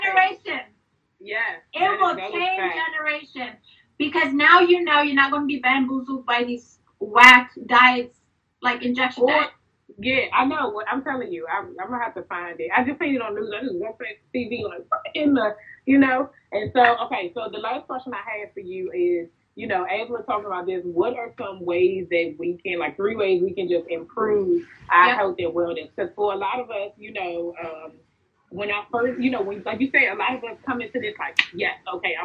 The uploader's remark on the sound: We are rewinding to the Women’s Wellness IG Live Series from March 2022.